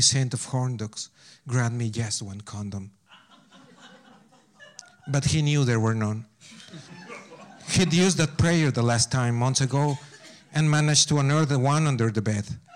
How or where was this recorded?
live audience